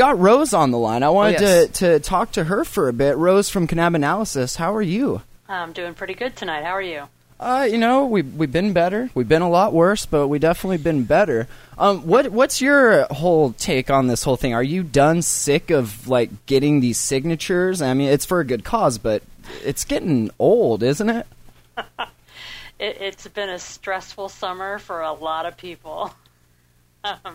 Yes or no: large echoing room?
no